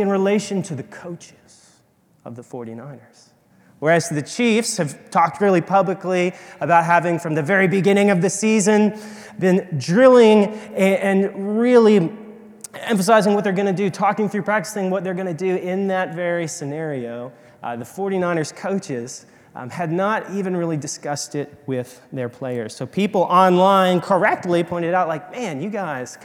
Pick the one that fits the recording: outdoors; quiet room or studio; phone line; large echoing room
large echoing room